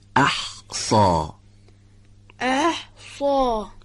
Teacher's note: صاد باید درشت خونده بشه از حروف درشته